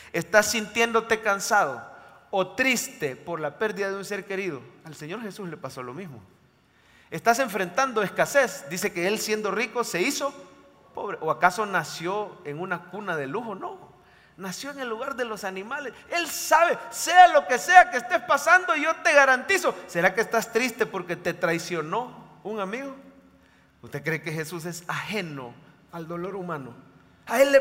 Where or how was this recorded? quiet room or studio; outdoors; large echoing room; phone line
large echoing room